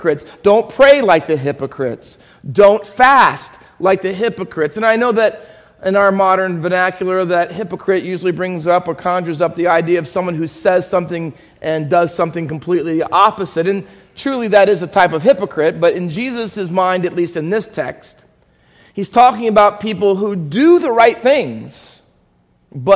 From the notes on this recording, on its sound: Faith Baptist Church in Hamilton, NJ.